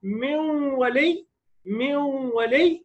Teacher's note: الواو ما فيهاش غنة، الغنة هنا غنة الايه؟ غنة النون المدغمة في الواو